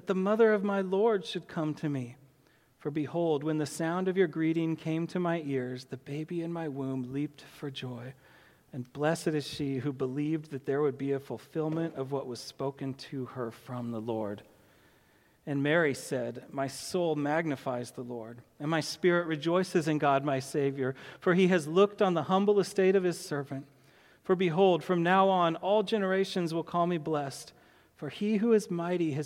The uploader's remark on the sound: to the congregation of Peace Bible Church in Salem, Oregon